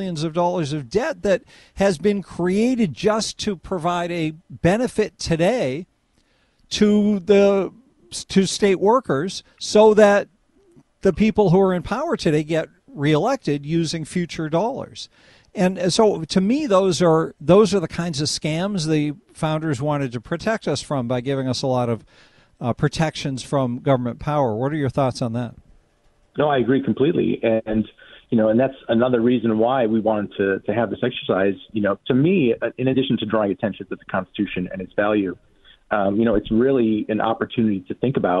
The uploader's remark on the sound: The phones are filled with response from listeners.